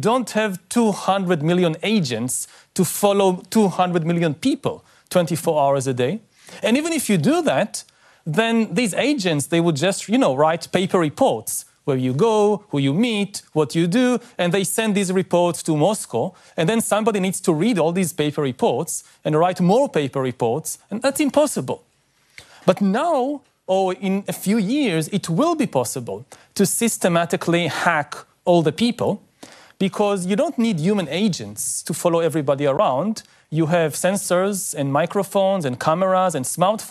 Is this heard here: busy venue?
no